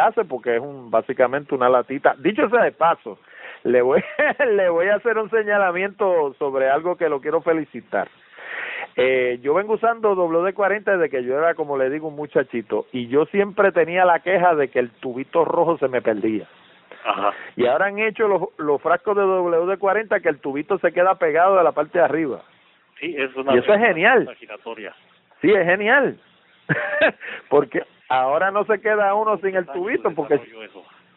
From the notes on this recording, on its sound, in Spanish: No por Skype sino por teléfono tradicional. Así que la calidad del audio no fue necesariamente a la que están acostumbrados los oyentes de Hablando De Tecnología.